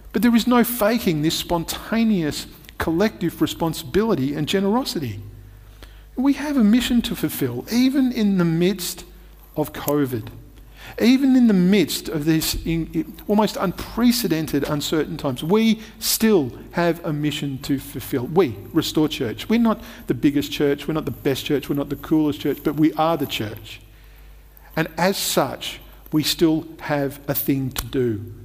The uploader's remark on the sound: Recorded at Restore Church on August 8th, 2021